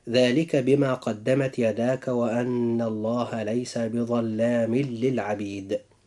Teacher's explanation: جاء إدغام بغير غنة، حيث وقع التنوين في آخر كلمة بظلام، وجاء بعده اللام في كلمة للعبيد